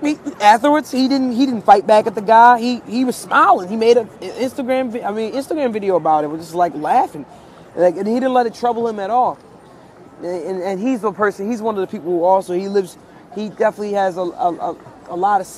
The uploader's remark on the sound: Live from Union Square Park